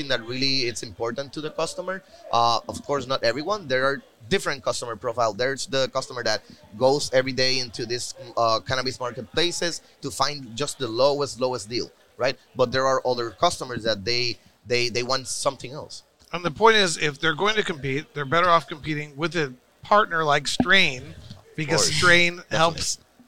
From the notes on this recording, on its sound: Recorded at MJUnpacked NYC